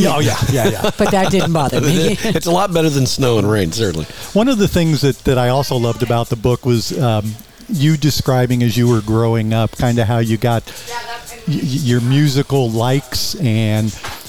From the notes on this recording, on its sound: Recorded in Palm Desert at Skip Paige’s Little Bar – the Center of the Coachella Valley Universe.